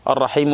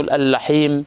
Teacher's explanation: واللثغة أن يعدل بحرف إلى حرف، يعني ينطق الراء لام · Shown in: second take